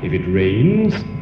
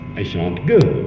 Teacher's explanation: that if clause, incomplete, I used a rising tone. And then, I shan't go, to complete the sentence, I used a falling tone.